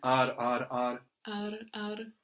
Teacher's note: You can feel the little flick that it makes when you say ar, ar, or the fold that it makes when the tongue relaxes.